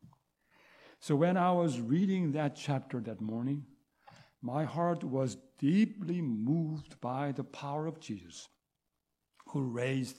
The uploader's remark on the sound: recorded on January 21, 2023, at the Ringgold Seventh-day Adventist Church.